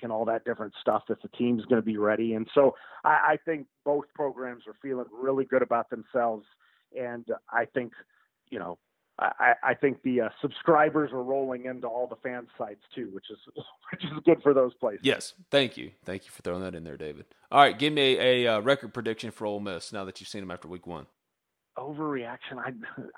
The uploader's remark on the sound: joins on the Modern Woodmen (37:33) phone line